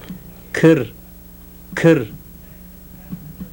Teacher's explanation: Now a voiceless velar plosive.